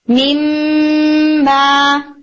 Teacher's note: پوری طرح سے نون میم کے اندر مرج ہو گیا، میم ما اس طرح سے. · Term: ادغام کامل